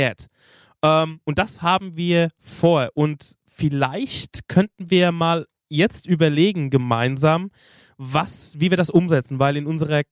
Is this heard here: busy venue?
no